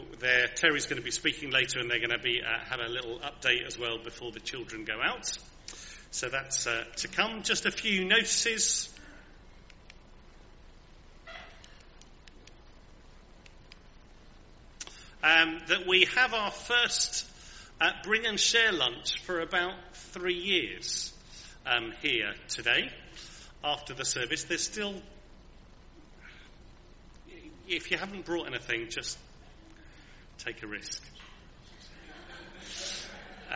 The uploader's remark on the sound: Recorded at the 10:30 service on Sunday 30th October at St Andrew’s.